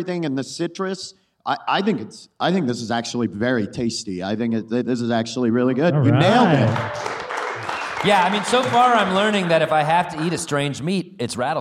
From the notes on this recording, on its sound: Live at TACAW. Live podcast episode! So, we decided to try "living off the land" in front of a live audience.